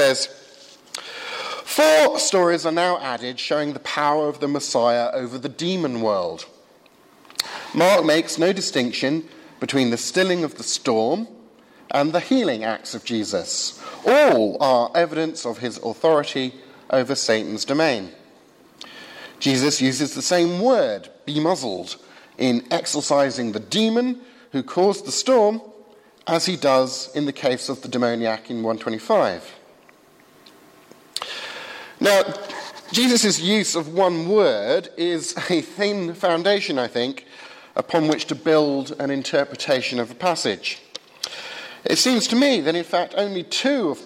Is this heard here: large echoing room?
yes